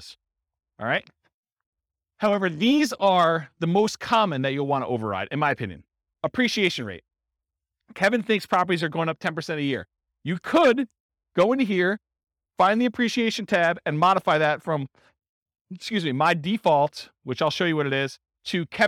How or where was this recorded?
live audience